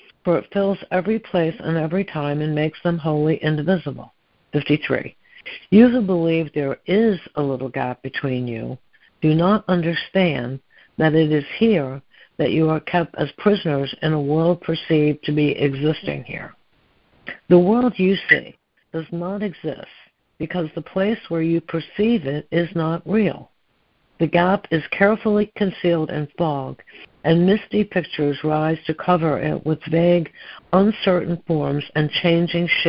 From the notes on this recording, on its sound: ACIM Daily Conference Call.